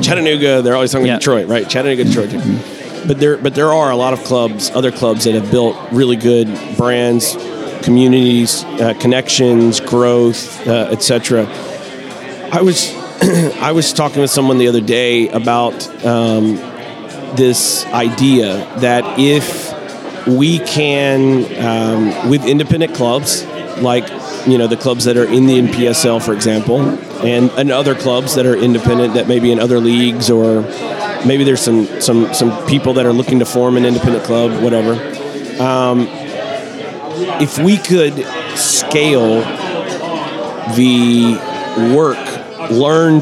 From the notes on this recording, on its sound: Live at the Bar of the US Soccer AGM